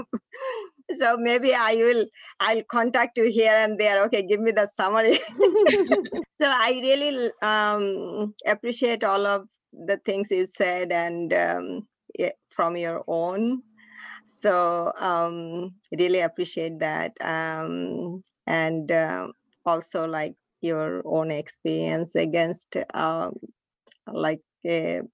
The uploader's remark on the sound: Q&A Discussion ONLINE. Has an intimate discussion with congregants from all across America and even in Pakistan!